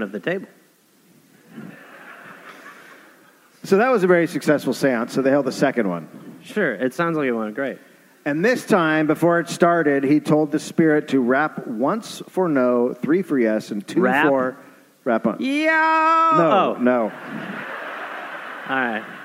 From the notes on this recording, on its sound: Recorded live at the Wilbur Theater in Boston